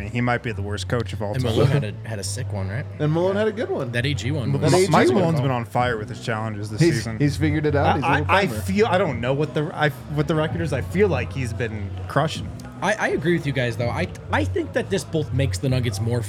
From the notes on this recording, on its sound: LIVE from the DNVR Bar